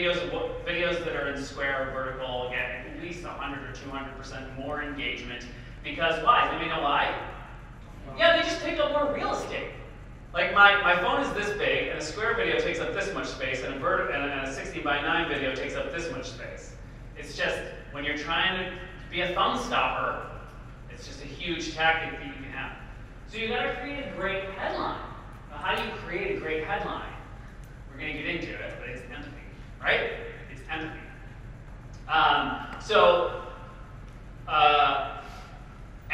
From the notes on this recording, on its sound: I gave an amazing talk at the (Digital Crush Conference) in Washington